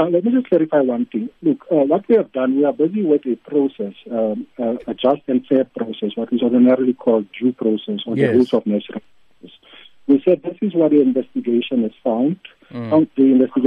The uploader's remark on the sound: We’re now joined on the line